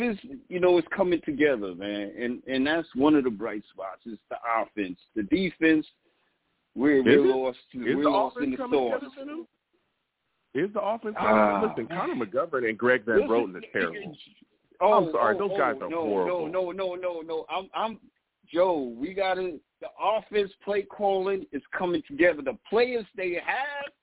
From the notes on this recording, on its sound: I also take live callers!